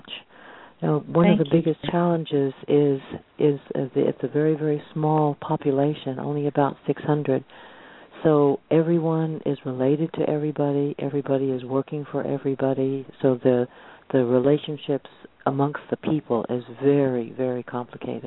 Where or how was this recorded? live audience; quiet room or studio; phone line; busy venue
phone line